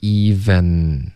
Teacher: 尾的 n 呢、不要用前鼻音，要顶舌尖